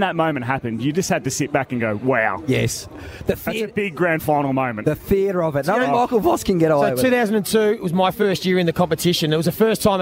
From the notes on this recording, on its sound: Live from the G for the Grand Final. Today we're live from the Triple MCG in the lead up to the 2022 Toyota AFL Grand Final between Geelong and Sydney.